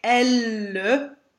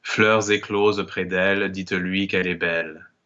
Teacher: So all those double L's in there will just be treated like single L's · Shown in: second take